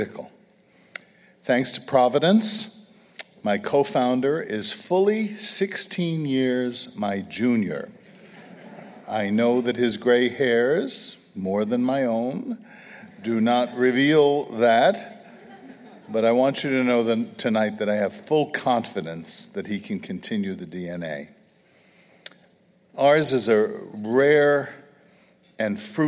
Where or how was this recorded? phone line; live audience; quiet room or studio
live audience